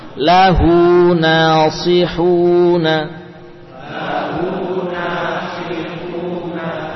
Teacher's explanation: Diperjelas huruf sad, nasi ya, dengan tebal.